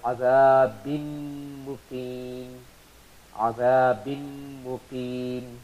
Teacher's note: But the nasalized sound of Noon will still remain. So this Idgham is with Gunna.